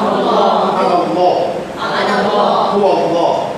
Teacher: لام کلمه الله درشت میشه، غلیظ میشه